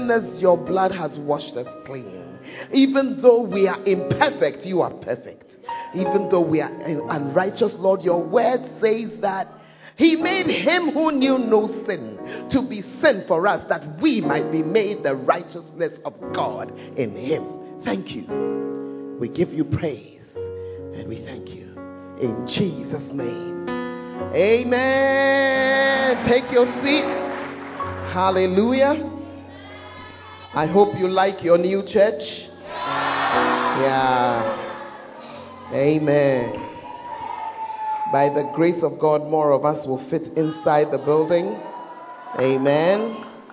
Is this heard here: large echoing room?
yes